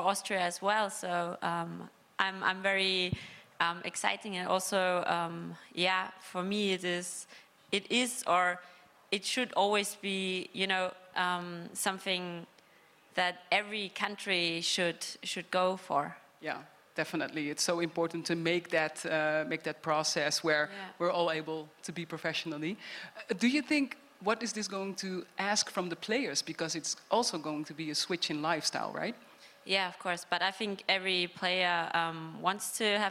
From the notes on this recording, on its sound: In this episode, recorded live in Turin, we take a look at the development of the women’s game.